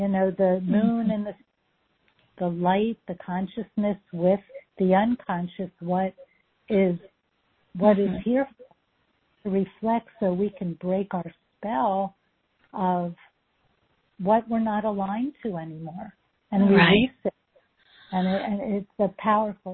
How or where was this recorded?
phone line